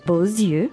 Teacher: Yeah, that's the liaison. Because normally the X at the end of beau is silent, but here you have to pronounce it.